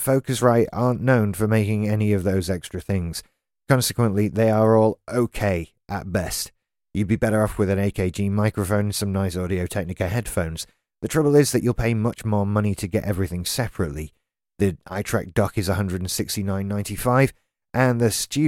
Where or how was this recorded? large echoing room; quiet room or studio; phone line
quiet room or studio